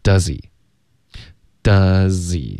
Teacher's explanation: 这个 z 直接连到 he 的 e，H 的音就消失了